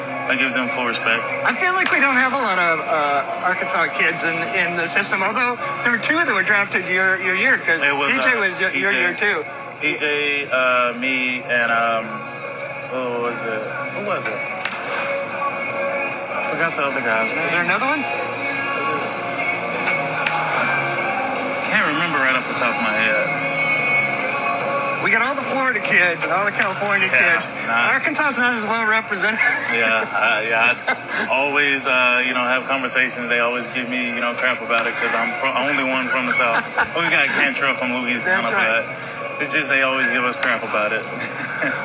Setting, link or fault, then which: setting, busy venue